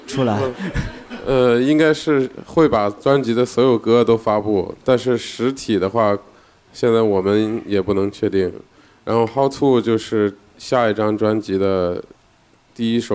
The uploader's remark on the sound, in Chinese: 在北京多抓鱼书店举办了一场黑胶分享签售会。为到场的一百名乐迷进行签售之前。对谈以 live podcast 的形式上线《周末变奏》。对谈的最后为到场乐迷保留了问答时间，乐队与乐迷的互动也是充满了欢声笑语。